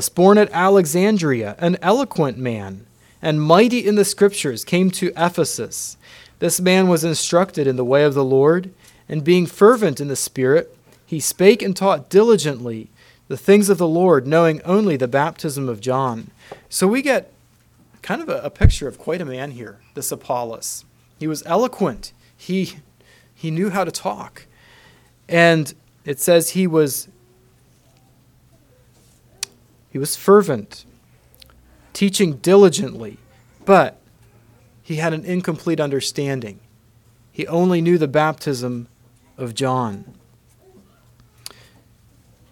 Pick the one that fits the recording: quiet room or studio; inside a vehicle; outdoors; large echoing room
large echoing room